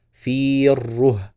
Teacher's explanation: بكسر الفاء وياء ساكنة وبعدها راء مشددة بالضم وبعدها هاء هاء ساكنة في الحالين يعني ساكنة في حالة الوصل وساكنة في حالة الوقف لأنها في